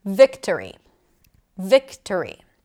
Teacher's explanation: The primary stress is vic, vic, vic. The second syllable is a reduced vowel, and therefore we pronounce a schwa there. So even though it's spelled with the letter O, we don't pronounce the O. · It's not victory, but vic-t-schwa, vic-t-ry. And the E at the end is a pure vowel. We want to think of it as a secondary stress.